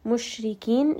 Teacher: sheen is going to have تفشي. را in this case is going to be light because it has a كسرة.